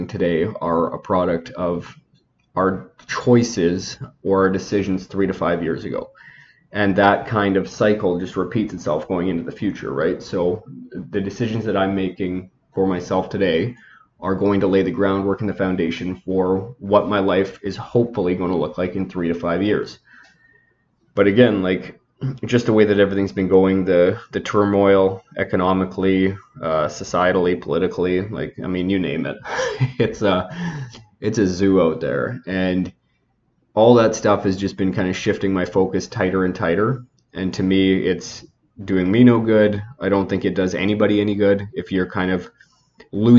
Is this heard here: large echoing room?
no